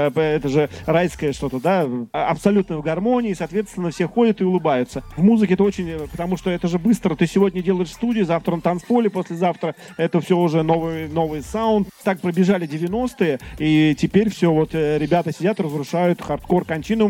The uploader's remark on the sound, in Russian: В основу выпуска легла запись круглого стола в рамках презентации книги